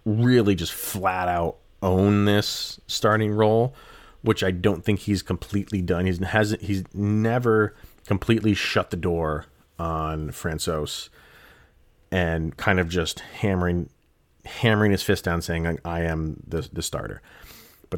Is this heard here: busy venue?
no